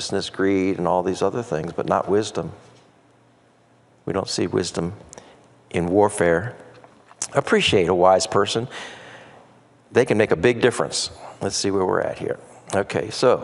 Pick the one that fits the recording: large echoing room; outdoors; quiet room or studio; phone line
large echoing room